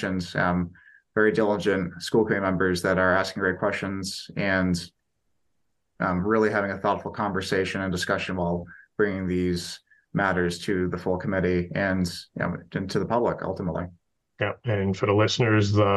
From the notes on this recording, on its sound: We had our conversation virtually via Zoom.